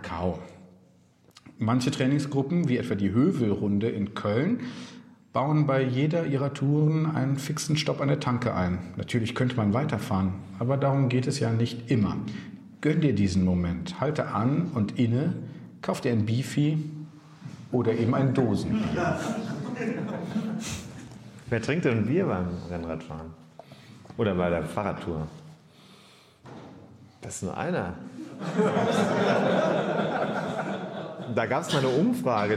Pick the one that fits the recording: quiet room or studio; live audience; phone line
live audience